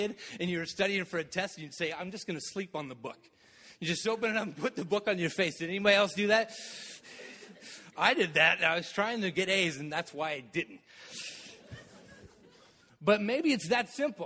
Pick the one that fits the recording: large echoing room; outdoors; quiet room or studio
large echoing room